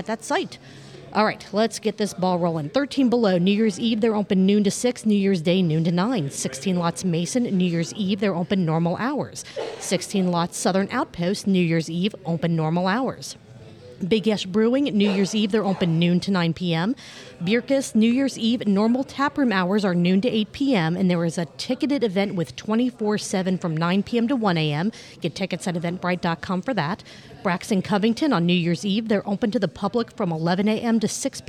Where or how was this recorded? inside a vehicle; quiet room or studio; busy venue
busy venue